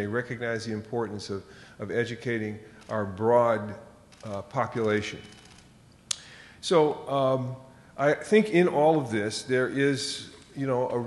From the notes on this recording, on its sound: respond to audience questions